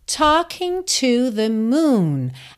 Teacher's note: Aqui é super importante você lembrar que a letra T em inglês tem um arzinho. E o L dessa palavra talk também não é pronunciado.